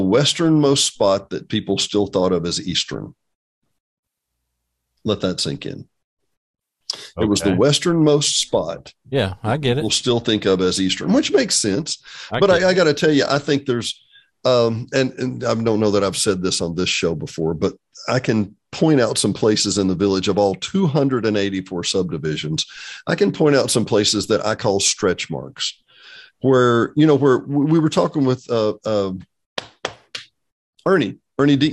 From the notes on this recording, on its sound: Jumped on a Zoom call to catch up, review the week and do what we do. After 20 minutes or so we hit RECORD - just because.